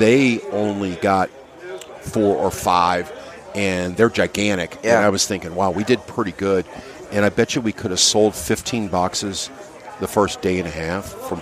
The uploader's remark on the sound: Do a joint podcast from the second annual Rivermen Cigar Company Festival. We speak with a number of listeners.